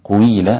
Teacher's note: الذي قرأ قيل بإشمام القاف بالضم